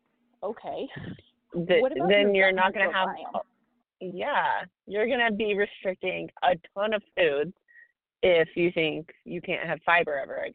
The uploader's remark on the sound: We are still trying to perfect the audio because this is literally a typical phone call between us.